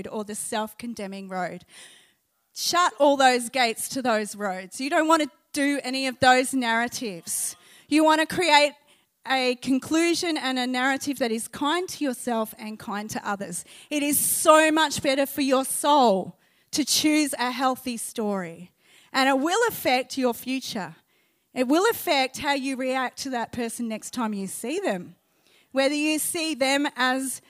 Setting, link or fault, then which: setting, live audience